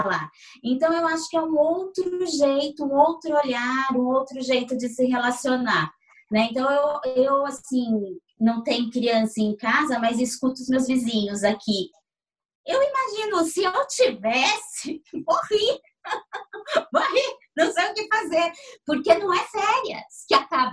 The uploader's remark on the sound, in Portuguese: Neste episódio gravado à distância.